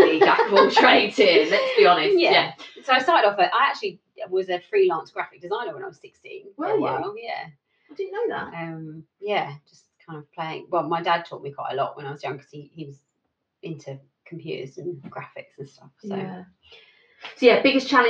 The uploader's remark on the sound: This was the first time we ever recorded anything so the sound isn't as good as it is in the main episodes.